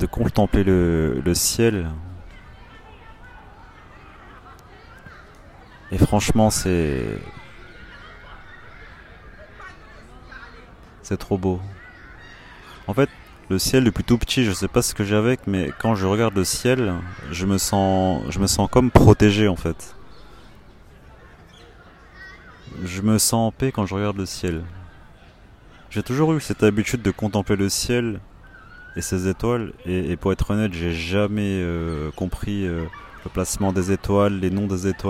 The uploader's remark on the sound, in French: Live Chill - Assis dans un parc. Les lives Chill, ce sont des enregistrements sur l'instant, quelque part. Des audios bruts sans introduction ni fin. Je suis assis dans un parc et je contemple.